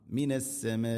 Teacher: മദ് മുത്തസില് നിർബന്ധമായിട്ടും കൂടെ നാലോ അഞ്ചോ ഹർക്കത്തിൻ്റെ ഖദറിൽ നീട്ടണം.